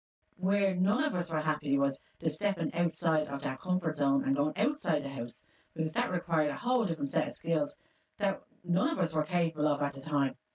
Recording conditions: poor sound quality